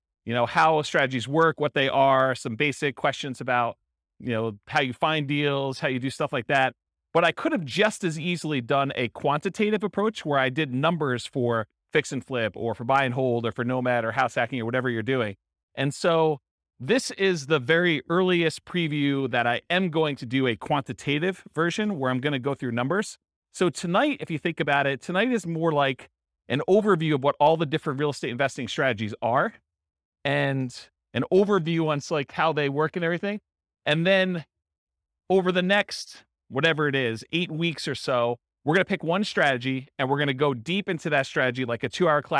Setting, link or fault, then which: setting, live audience